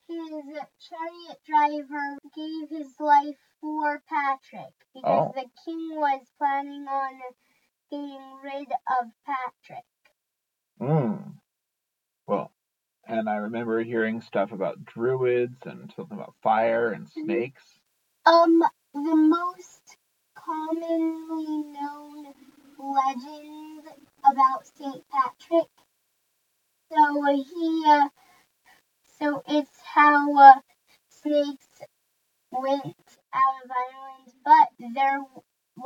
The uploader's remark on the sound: Apologies for the audio, turns out the main mic wasn't on.